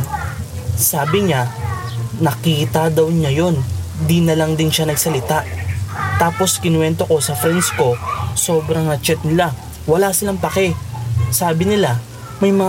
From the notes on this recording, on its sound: Relaxing rain sound in the background too!